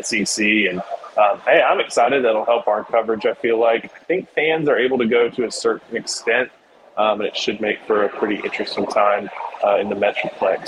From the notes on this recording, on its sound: live from SEC Media Days